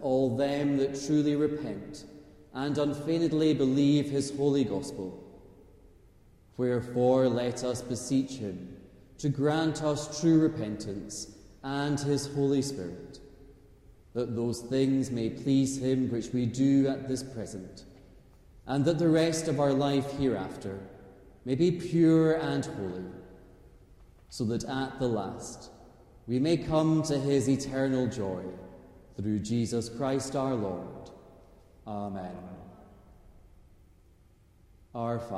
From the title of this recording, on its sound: Live Choral Evensong